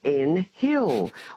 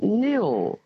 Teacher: The H is silent · Shown in: second take · and it's N-H-I-L-L, of course, and it's pronounced Nil.